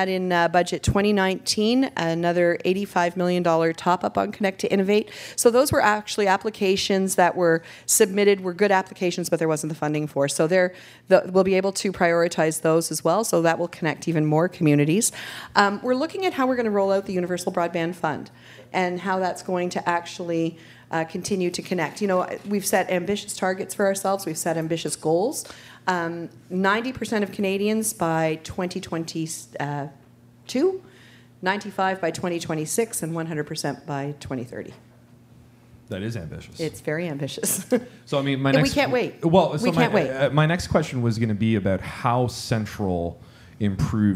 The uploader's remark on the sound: In the Canada 2020 studio. Take questions from the live studio audience.